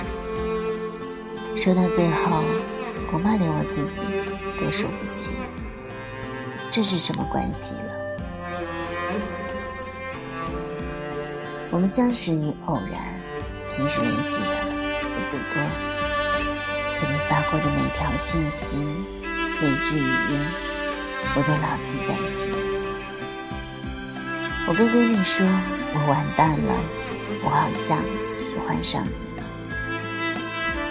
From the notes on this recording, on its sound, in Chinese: 本期手机录制，声音有些低了